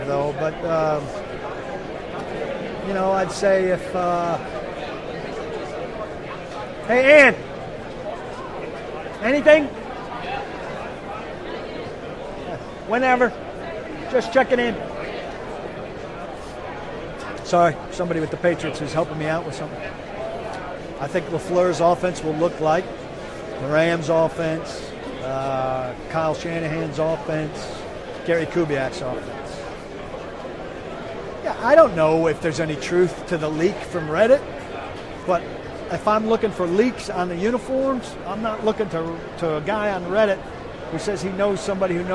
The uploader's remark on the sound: Live from Super Bowl LII. Live from Radio Row at the Super Bowl.